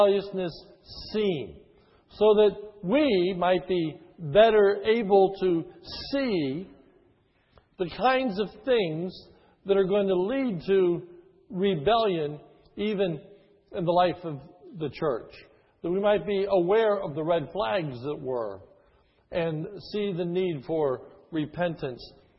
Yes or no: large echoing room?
yes